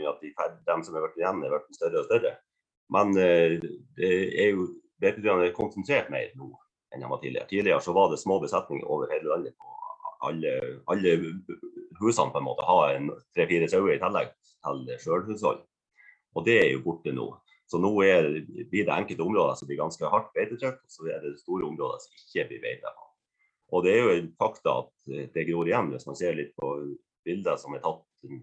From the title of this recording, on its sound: Live Zoom